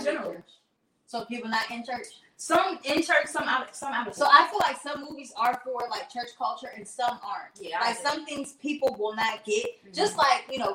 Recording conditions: poor sound quality